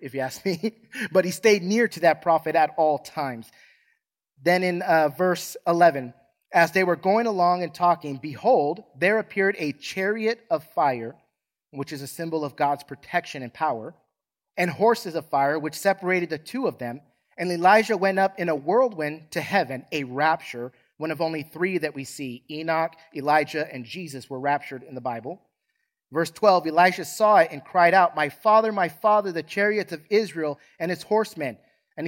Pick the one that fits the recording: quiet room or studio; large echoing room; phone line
large echoing room